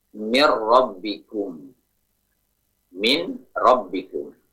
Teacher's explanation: Apabila datang setelah nun sakinah atau tanwin bukan huruf-huruf yanmu, ya, nun, mim, waw, misalkan ro atau lam, datang setelah nun sakinah ro atau lam, maka tidak berlaku, maka tidak dibaca gunnah, ya, hanya idgham saja tanpa disertai gunnah · Term: tanpa gunnah